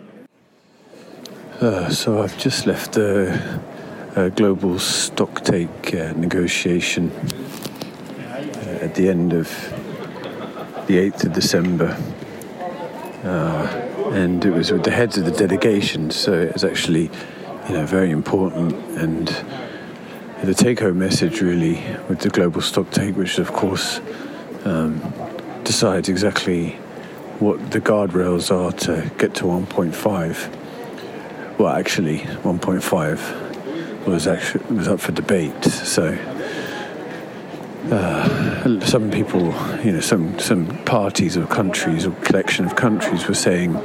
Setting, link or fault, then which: setting, busy venue